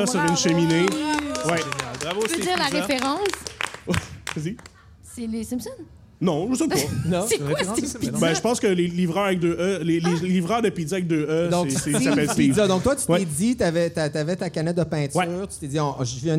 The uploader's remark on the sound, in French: Enregistré au Centre Phi à l’occasion de la Nuit blanche de Montréal le 4 mars dernier